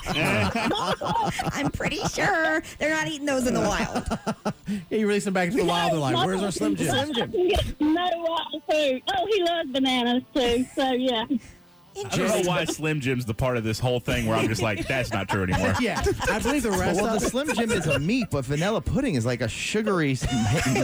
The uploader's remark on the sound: We asked listeners to call. It was a very interesting phone call.